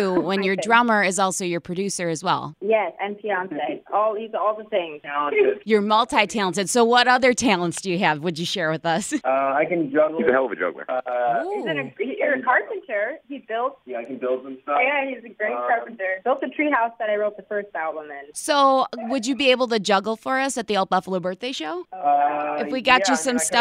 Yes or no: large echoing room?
no